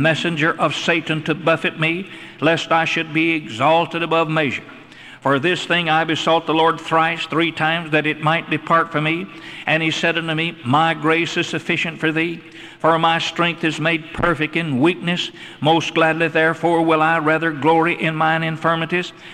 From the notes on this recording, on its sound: Originally preached at the Northside Baptist Church in Charlotte, NC in 1982.